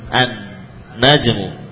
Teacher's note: Mengalami idgham, melebur ke kata yang ke huruf yang setelahnya persis. Al menjadi an karena ketemu nun.